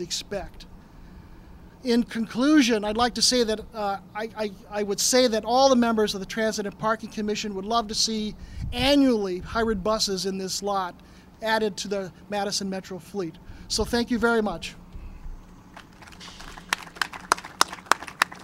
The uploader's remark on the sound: Madison Metro: Press Conference on New Hybrid Buses. Madison City Channel captured this press conference.